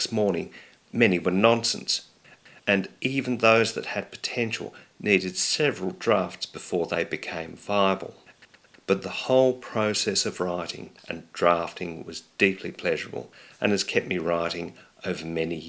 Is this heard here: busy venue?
no